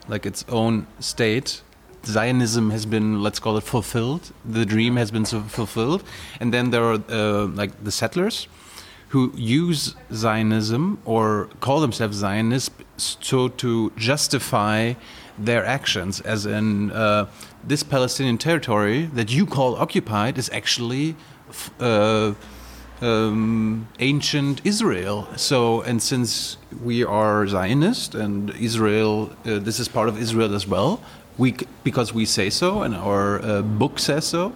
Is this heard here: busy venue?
yes